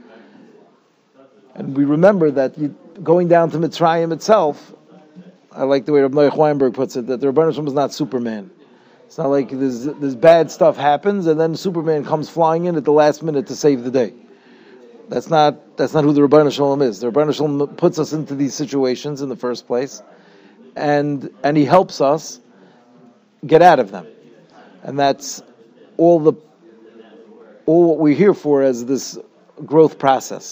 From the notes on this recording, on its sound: Shiur recorded in Yeshivas Ohr Reuven, Monsey, NY.